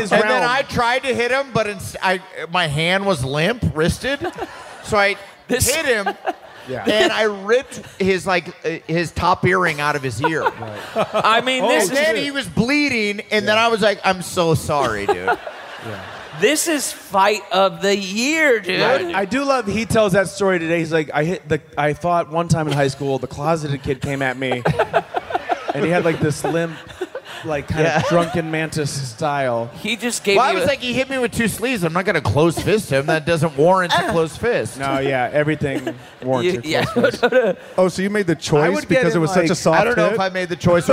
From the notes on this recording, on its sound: Live From Tulsa!